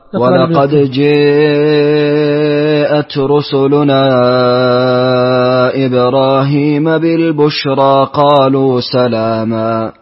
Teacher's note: إدغام الدال في الجيم